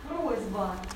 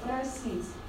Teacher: Произносится как звонкая З. Значит, С мягкая произносится как З мягкая в результате воздействия на нее согласной Б. · Shown in: first take · Значит, это тоже вариант комбинаторный.